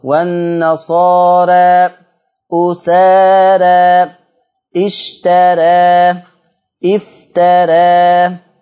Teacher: هنلاقي ان الالف مقللة قولا واحدة والراء مرققة